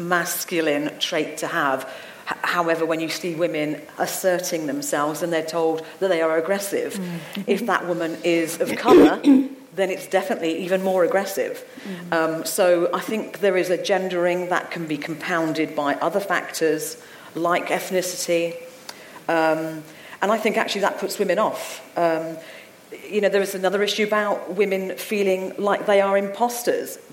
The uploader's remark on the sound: St Albans Soroptimists and *The Talent Keeper Specialists hosted a panel debate live from the Sandpit Theatre.